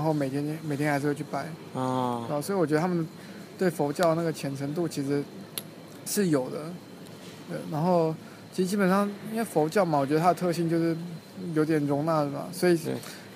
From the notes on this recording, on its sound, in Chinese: 这期节目时灰摩卡到现在为止，唯一一期在莫斯科以外录制的节目哦！当时我们一起在摩尔曼斯克旅行，在等待回莫斯科的飞机时。本期节目背影音乐，很有民族风。